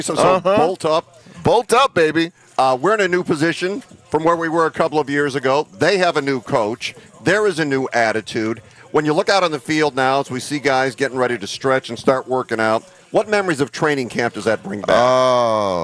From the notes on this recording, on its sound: broadcast live from Chargers Training Camp at the Jack Hammet Sports Complex in Costa Mesa